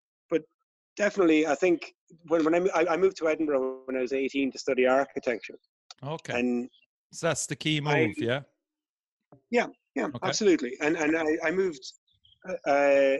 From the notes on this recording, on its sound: Took the Zoom call in Kerry, where he was busy restoring an old barn in preparation for a brand new studio.